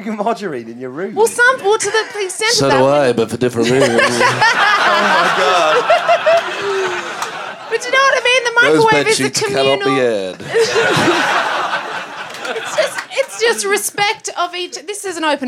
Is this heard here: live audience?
yes